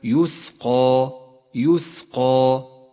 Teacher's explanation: ولاحظ القاف المفخمة والألف التي بعدها تبعتها في التفخيم